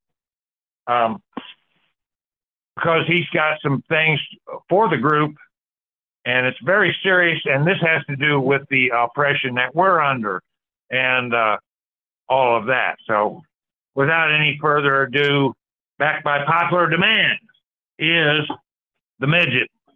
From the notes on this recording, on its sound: Call In Bible Study